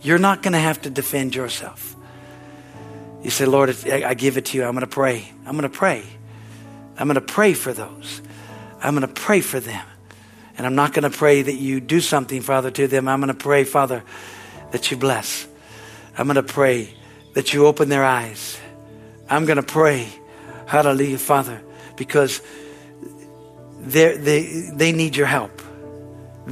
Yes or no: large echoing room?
yes